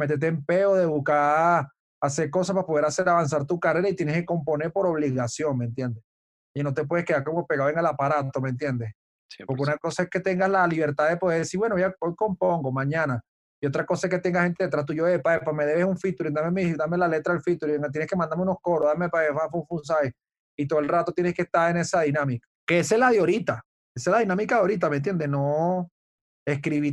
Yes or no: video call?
yes